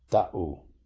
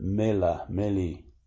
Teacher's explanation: L to glottal stop, or liquid to glottal stop · Shown in: first take